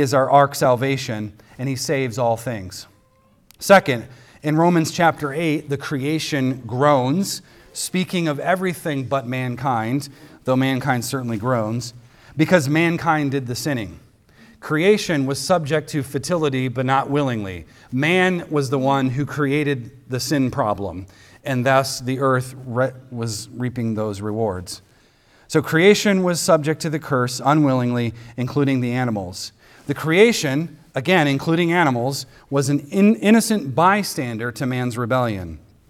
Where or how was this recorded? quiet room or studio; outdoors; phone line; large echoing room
large echoing room